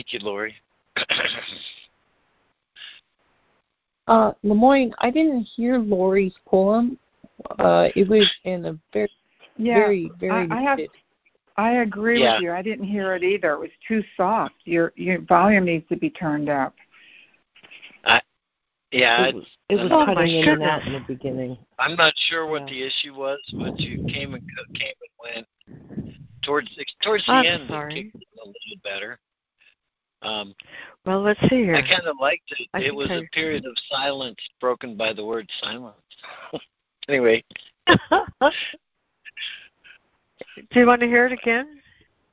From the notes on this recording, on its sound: ACIM Daily Conference Call.